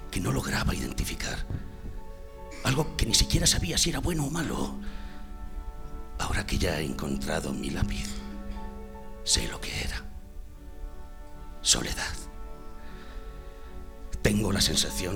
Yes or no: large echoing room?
yes